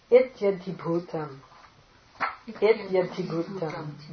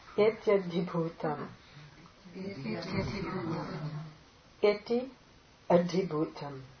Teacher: To keep the third ta unaspirate is a challenge.